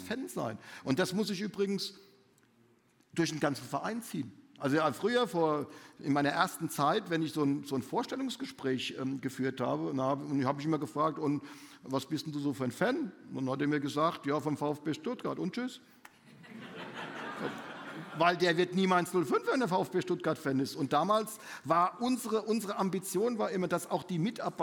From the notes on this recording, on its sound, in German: im Live-Bühnentalk auf der FANOMICS Konferenz im April 2023